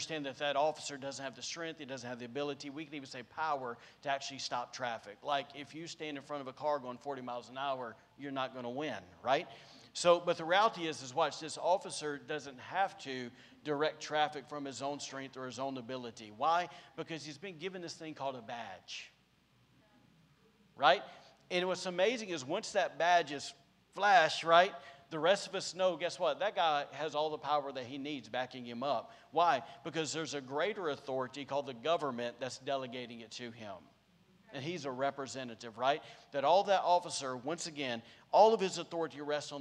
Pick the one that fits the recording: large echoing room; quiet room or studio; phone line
large echoing room